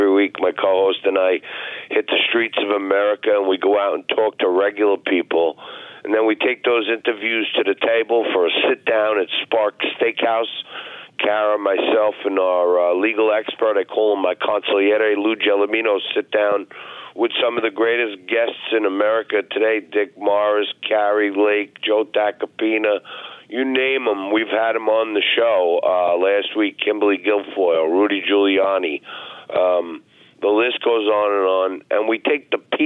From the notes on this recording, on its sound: we take your calls in open phones across America